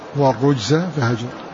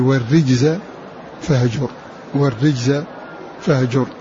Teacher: والرجز ضم الكسر حفص. ومن ضم الكسر فخم الراء · Shown in: first take · والرو، والرجز فهجر، لأن صارت راء مضمومة محركة بالضم، والراء محركة بالضم حكم التفخيم.